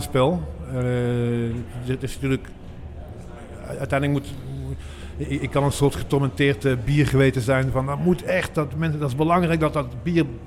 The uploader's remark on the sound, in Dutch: Op dag 1 van het bierfestival The Beer Experience in Heusden-Zolder hadden we enkele gesprekken.